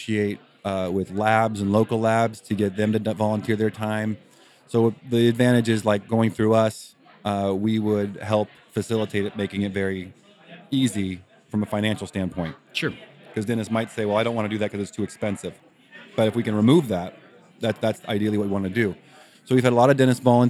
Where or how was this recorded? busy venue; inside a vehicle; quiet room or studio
busy venue